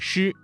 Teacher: 的生等等。翘舌音声母猪、吃、诗、吁的发音还有哪些需要注意的呢？知，发音位置舌尖要抵住或接近硬腭后部，要点是发音的时候舌头翘起，舌尖抵住或靠近硬腭的后部，形成一个狭窄的通道，使气流通过时产生摩擦音。那要注意保持气流均匀通过，避免和滋的平舌音产生相近的发音。再来看吃，吃的发音位置是舌尖要抵住或者接近硬腭后部，要点要注意与之类似，但是在发声前呢，要先堵塞气流，然后突然放开，形成爆破声。要注意的是区分吃和呲的发音，前者是翘舌音，后者是平舌音，发音时要有明显的爆破感。再来看诗，诗发音的时候舌尖要抵住或接近硬腭的后部，要点是舌尖要翘起靠近硬腭后部，形成狭窄的通道，气流通过时啊，不形成完全的阻塞